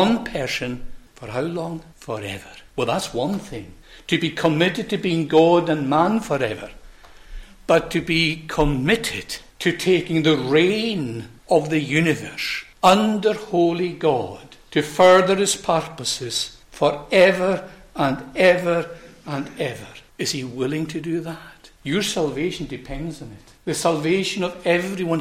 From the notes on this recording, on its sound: recorded at North Harris Free Church on the morning of Sunday, 17th September 2023